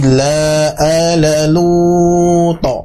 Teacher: kalau berwakaf nanti menjadi mad arid lisukun disertai pantulan huruf to ya